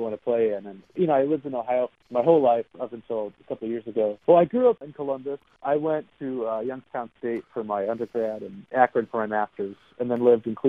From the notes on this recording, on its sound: he spoke by phone